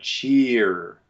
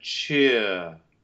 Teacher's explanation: It should open to I, and then the R reduces to schwa. · Shown in: second take · So you get from cheer, you get cheer.